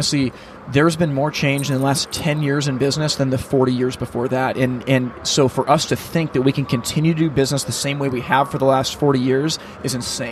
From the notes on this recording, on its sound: Live from HPB Expo 2019.